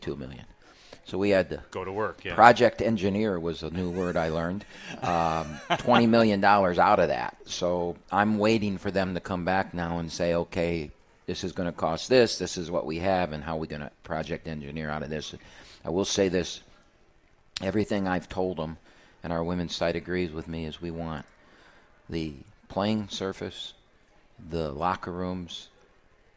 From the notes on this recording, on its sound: live from RJs Pub in Rochester Hills!